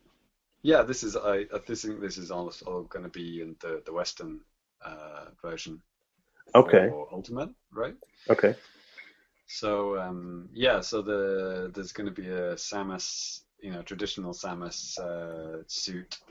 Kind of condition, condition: link, video call